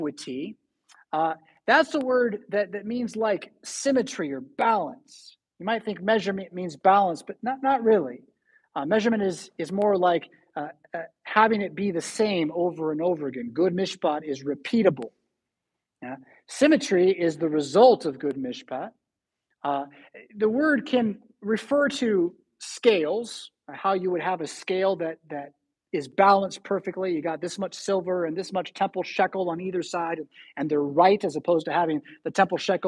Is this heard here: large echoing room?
yes